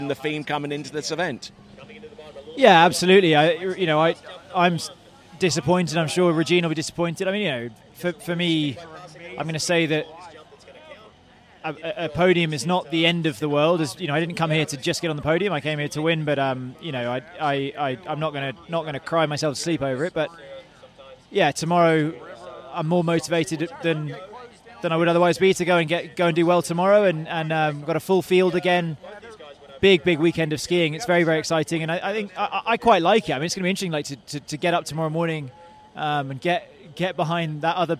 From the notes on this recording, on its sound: was recorded just before the end of the Men’s Jump Final at the King of Darkness event.